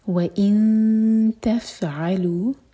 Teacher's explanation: فا کی سکون کے بعد عین پر زور